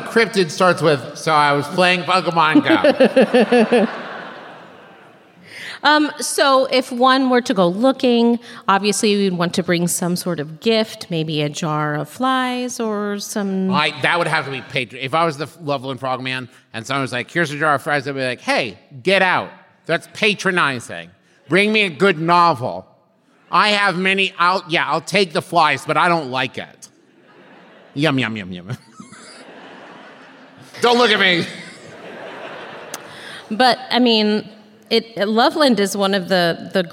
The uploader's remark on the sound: This week’s episode is the LIVE show from Cincinnati, OH!